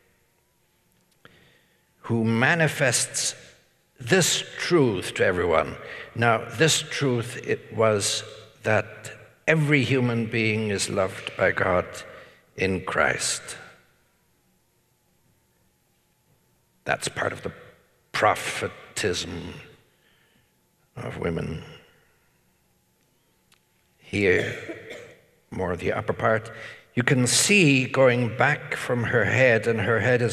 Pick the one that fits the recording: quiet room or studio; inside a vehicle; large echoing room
large echoing room